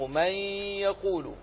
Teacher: بقيت صفة النون وهي الغنة، فلذلك سموه بإدغام ناقص